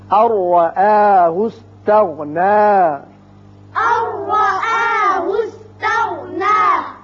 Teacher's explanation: نون ساکن کے بعد را ہے، ادغام بغیر غنہ ہوگا